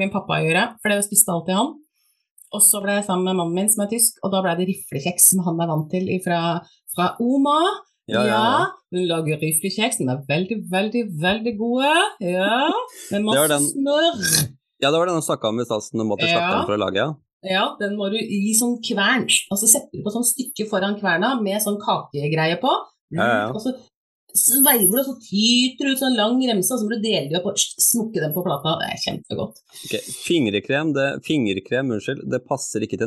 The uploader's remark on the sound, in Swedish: LIVE på Instagram